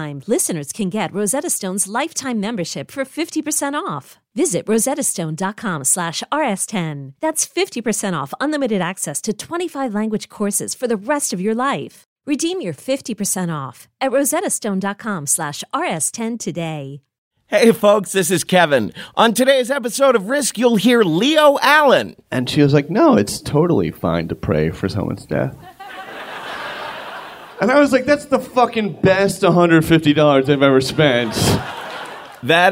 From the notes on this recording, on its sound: Live from San Fran 2015.